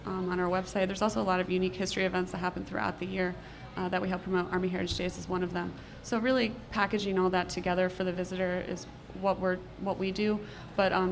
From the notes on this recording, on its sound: Smart Talk is being broadcast live from Jubilee Day in Mechanicsburg. Smart Talk will be set up at 138 West Main Street at Clay's Service Center.